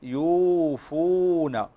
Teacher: الياء هنا والفاء مضمومتان وبعدهما حرف مد مد طبيعي وهو حرف الواو